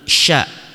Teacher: Sifat khususnya tafasyi, menyebar, sehingga bunyi sya ini menyebar. Sya bukan sa.